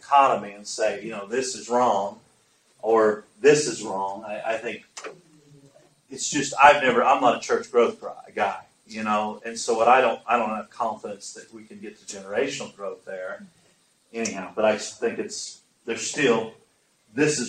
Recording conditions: poor sound quality